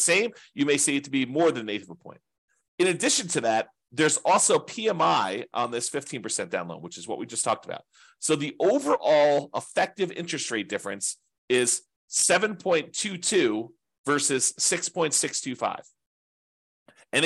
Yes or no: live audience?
no